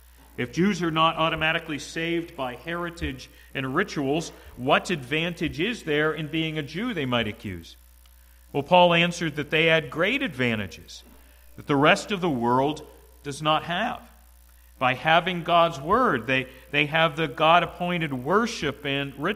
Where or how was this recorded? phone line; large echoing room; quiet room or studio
large echoing room